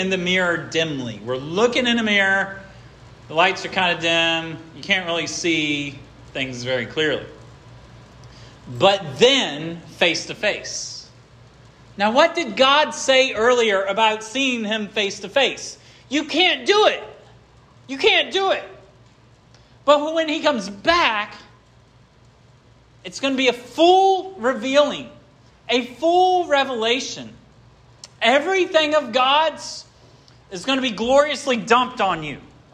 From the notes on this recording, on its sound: This sermon was preached at Hope Fellowship on July 23, 2023.